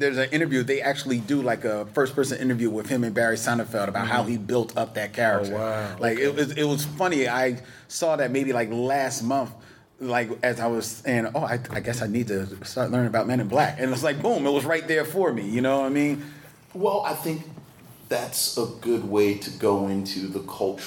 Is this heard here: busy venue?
yes